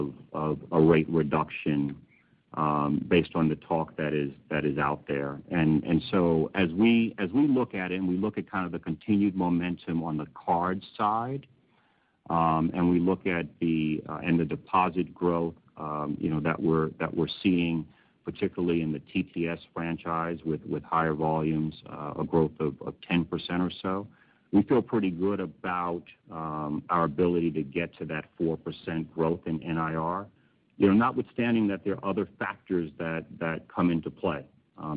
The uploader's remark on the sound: Earnings Call